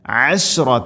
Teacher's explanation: അശ് ഷീൻ തഫസി എന്ന സിഫത്ത് കൊണ്ടുവന്ന് അഥവാ പരത്തി ഉച്ചരിക്കണം.